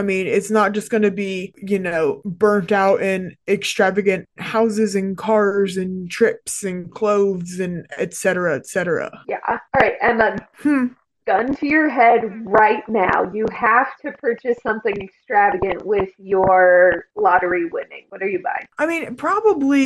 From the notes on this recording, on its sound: There are MAJOR microphone issues in this episode